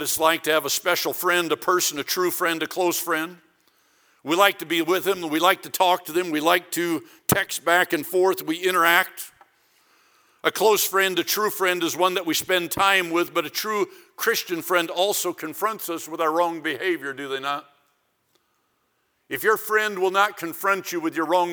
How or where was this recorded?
large echoing room